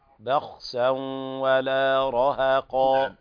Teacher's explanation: الخاء مفخمة من المرتبة الثانية